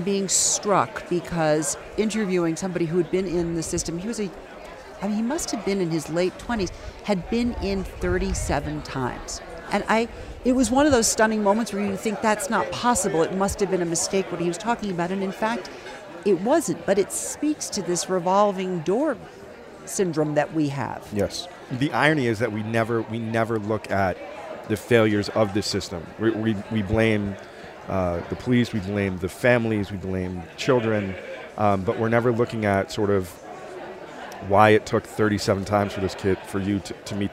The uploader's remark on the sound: TAKEOVER is a special series of episodes that put you on the ground during the Aspen Ideas Festival in Aspen, Colorado.